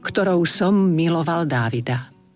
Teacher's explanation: Tam máme dve M, to znamená, že predlžíme vyslovenie toho prvého